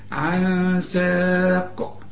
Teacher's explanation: النون اللي بعدها سين، السين من حروف الإخفاء